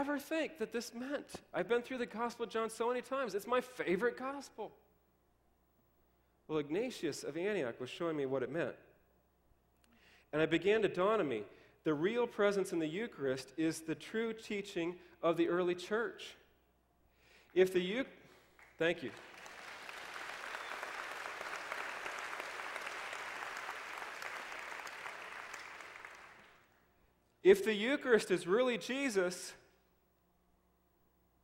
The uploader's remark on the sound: delivers his testimony at the 2009 Defending the Faith Summer Conference